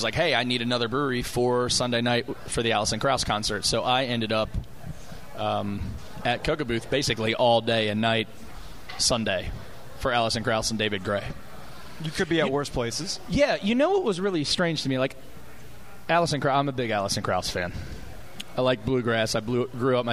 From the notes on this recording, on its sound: Live from White Street Brewing Company. Does a live show.